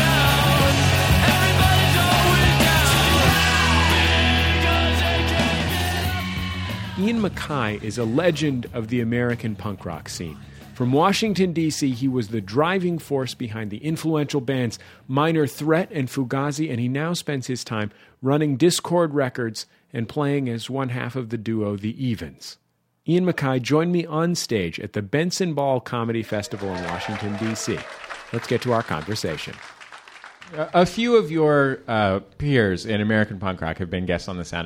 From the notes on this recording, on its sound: He joined us live on stage in Washington DC.